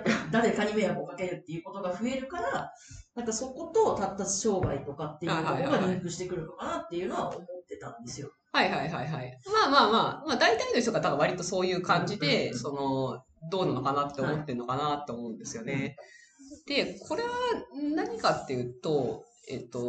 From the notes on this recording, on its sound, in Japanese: 今月音質が非常に悪いです！すみません！